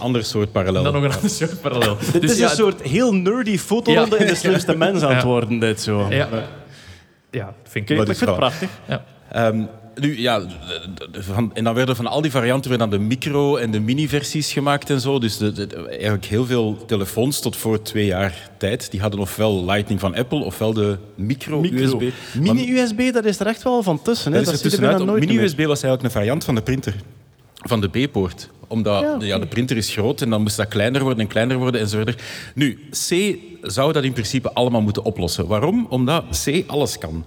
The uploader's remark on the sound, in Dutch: Live op DS Podcastfestival. Een Nerdland special live op het Standaard Podcastfestival.